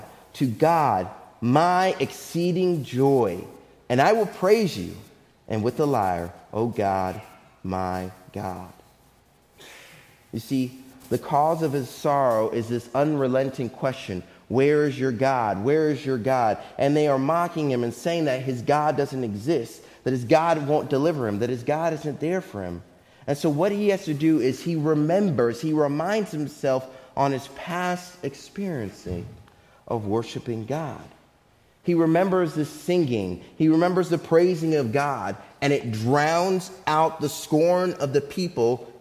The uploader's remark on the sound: Faith Baptist Church in Hamilton, NJ.